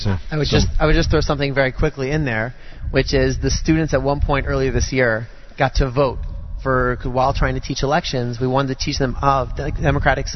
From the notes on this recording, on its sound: Live Remote Alert! Live from JEC, in Honor of their 75th Anniversary Celebration.